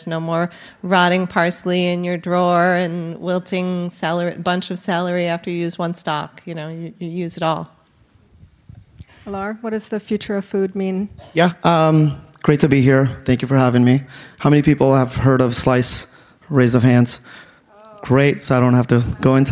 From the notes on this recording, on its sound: For a panel discussion. A robust Q&A from the live audience.